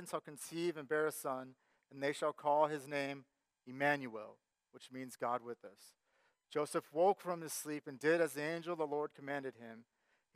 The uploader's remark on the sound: Sermon Audio from our Worship service.